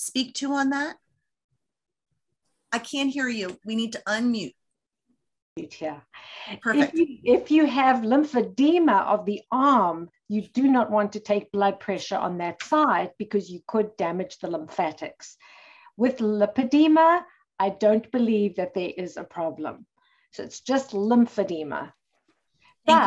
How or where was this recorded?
video call